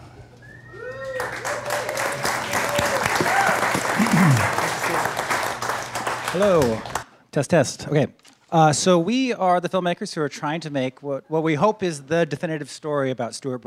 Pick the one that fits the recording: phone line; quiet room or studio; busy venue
busy venue